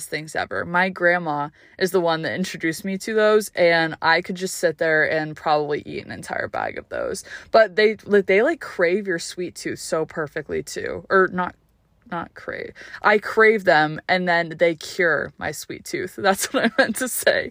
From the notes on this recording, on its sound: I’m home on spring break and got to record this episode in my car hehe.